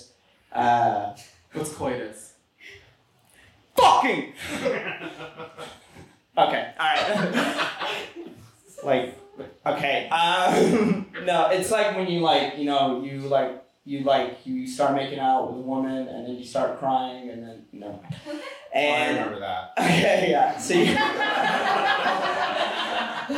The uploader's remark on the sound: Was recorded LIVE at the Pack Theater. For a live audience.